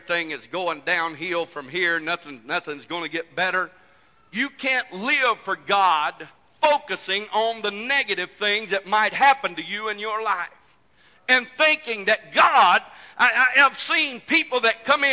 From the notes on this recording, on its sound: This message broadcast live from First Pentecostal Church of Silsbee, Texas.